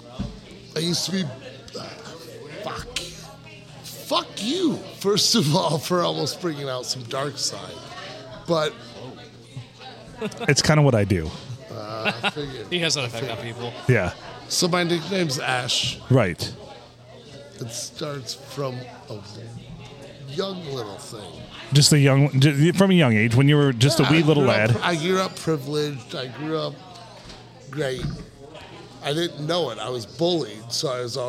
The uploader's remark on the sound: Recorded on a crazy Monday night at the Blue Water Sports Bar and Grill.